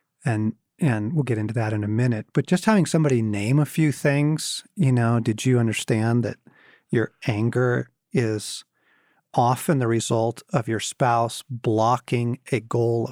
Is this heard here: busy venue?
no